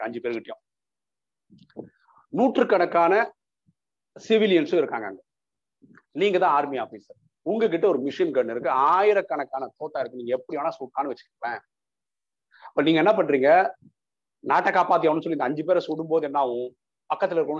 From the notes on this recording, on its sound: Speech at Saveeta Engg College via zoom.